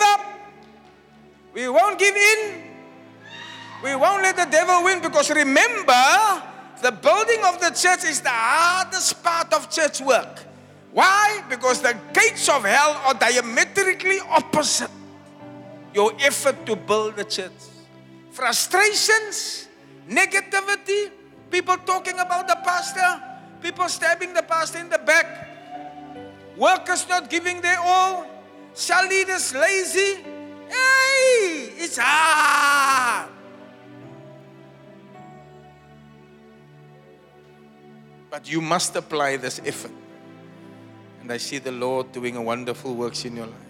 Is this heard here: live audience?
yes